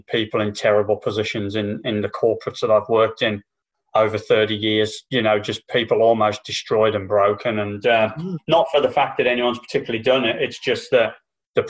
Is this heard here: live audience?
no